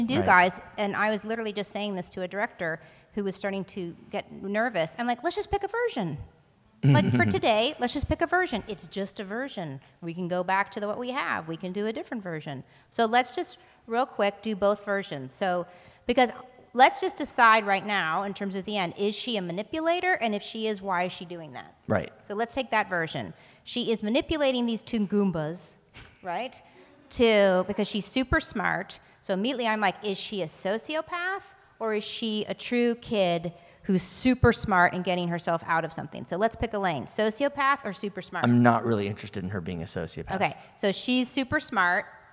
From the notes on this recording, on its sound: LIVE From The Austin Film Festival. David's Episcopal Church at the 2021 Austin Film Festival for our very first live, in-person show.